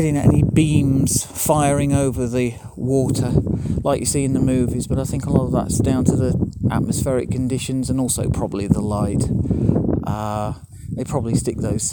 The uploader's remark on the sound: A special bonus podcast recorded on the Mull of Galloway in Scotland. Three separate recordings made over four days while photographing the Mull lighthouse. The weather conditions were fine but very windy which added to the fun of recording the podcast. Listen out at the end for the Mull Of Galloway foghorn!